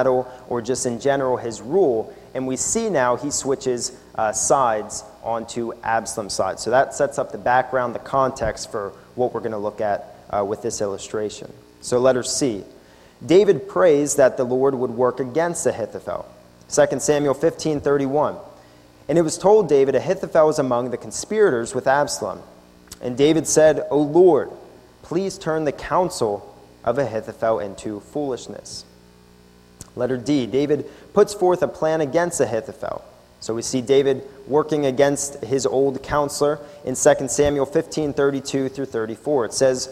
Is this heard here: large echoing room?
yes